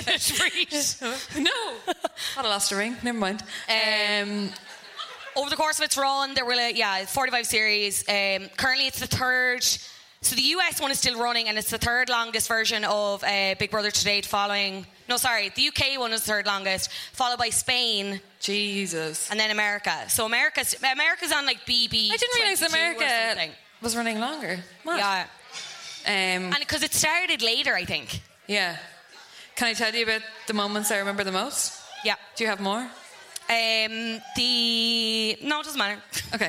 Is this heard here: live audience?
yes